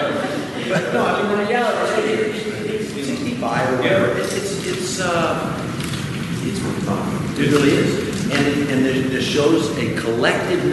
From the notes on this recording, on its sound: SDCC Star Trek 50th Anniversary Press Conference. This was a press invite only session at the Bayfront Hilton after Hall H.